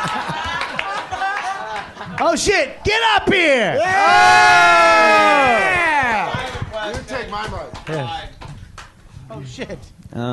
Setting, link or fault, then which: setting, busy venue